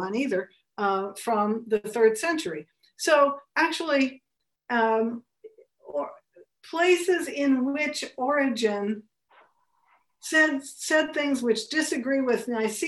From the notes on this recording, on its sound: A webinar lecture. Co-presented by the Lumen Christi Institute and the Godbearer Institute.